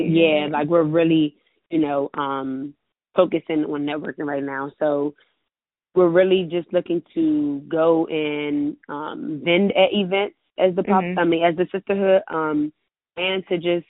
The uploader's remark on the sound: On the Phone